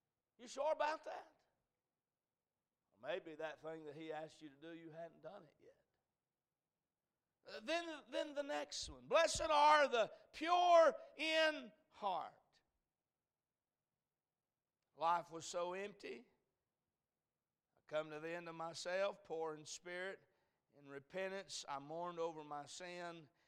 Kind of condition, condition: setting, large echoing room